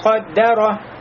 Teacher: Здесь даль у нас звук узкий, а ков и ро будет у нас муфахуметани, то есть широкие.